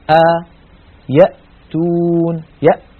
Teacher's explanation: هكذا الهمزة تخرج من أقصى الحلق